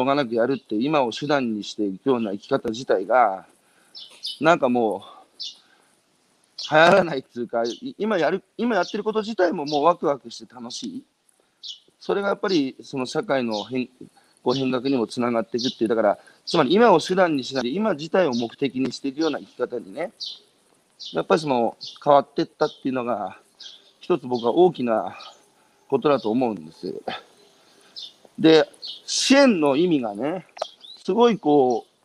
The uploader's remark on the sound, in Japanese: 歩きながら1時間、対談する。